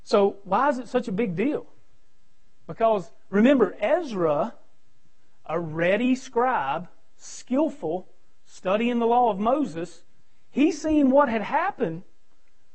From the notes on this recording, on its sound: preaching at Victory Way Baptist on Sunday night 6-14-2020